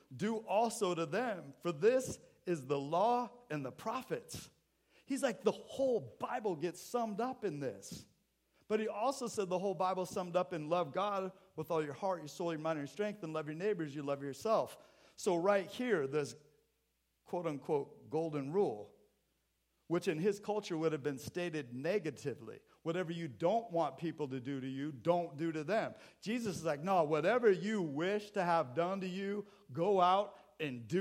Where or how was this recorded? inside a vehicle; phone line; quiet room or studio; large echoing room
large echoing room